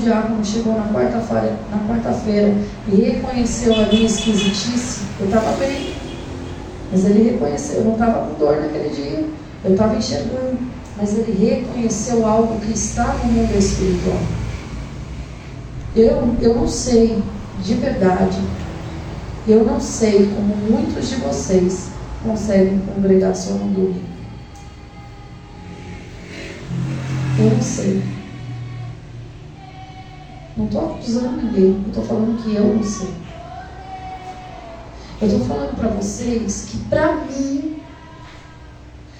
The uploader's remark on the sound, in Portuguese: Na Igreja Desfrutar do Amor de Deus em São Paulo.